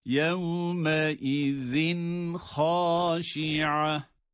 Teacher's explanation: Burada yine tenvinden sonra ha harfi gelmiş olması itibariyle de izhar yapılmakta, izhar tecidi oluşmaktadır.